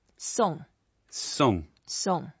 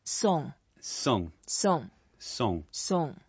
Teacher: Yeah, song is to give, and it's only one word, it's a fourth tone, and it sounds just like an English word, song, but without the ng sound.